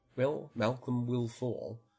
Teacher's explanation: a greater contrast between L, post-vocalic L after a front vowel compared to post-vocalic L after a dark back vowel.